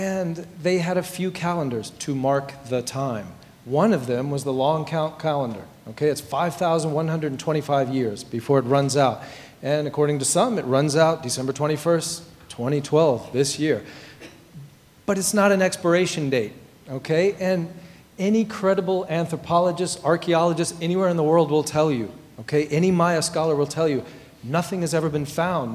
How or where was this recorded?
live audience